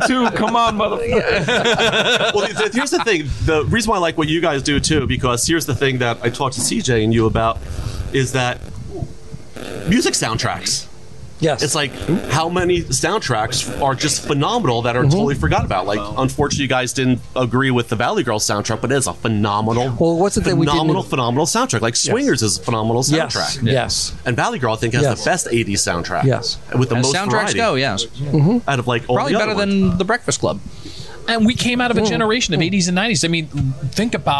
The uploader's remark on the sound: records LIVE from The Saint in Asbury Park, NJ